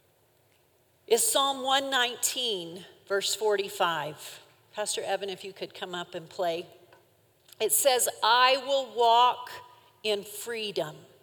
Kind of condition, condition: setting, live audience